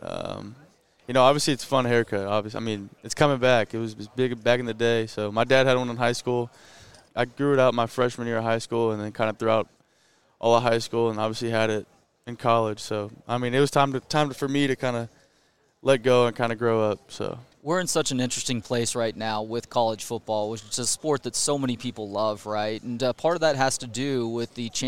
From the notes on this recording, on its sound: at Big 12 Media Days, from AT&T Stadium in Arlington